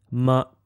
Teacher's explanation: can be thought of as being toneless and is pronounced soft and short · Term: neutral tone